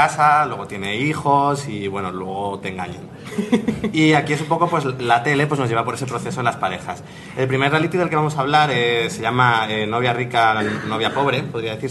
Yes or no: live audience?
yes